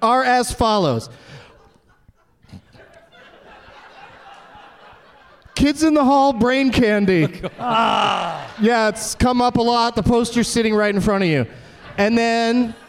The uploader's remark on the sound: Live from the Royal Theatre in Toronto